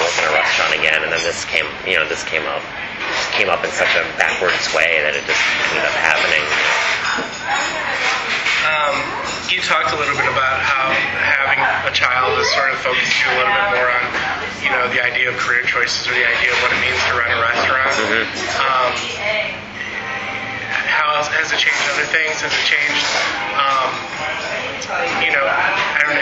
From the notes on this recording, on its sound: I apologize for the background noise on this one as we recorded it in the busy front room of Lula cafe.